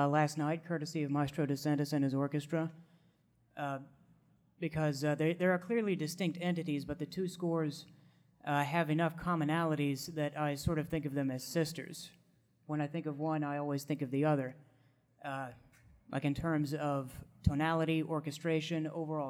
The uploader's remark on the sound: Live at G-Fest 2019